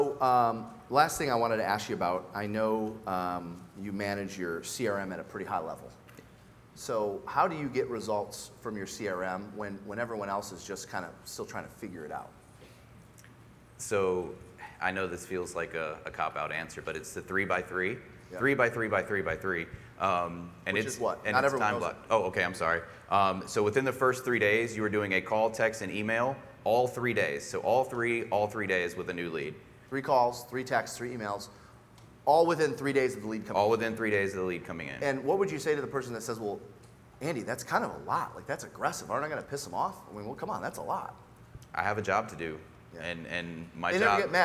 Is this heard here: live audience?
yes